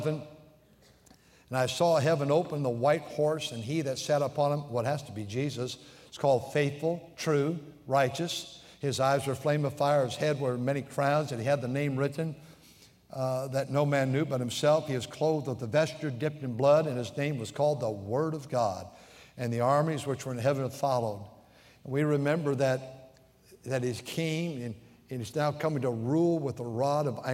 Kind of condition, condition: setting, large echoing room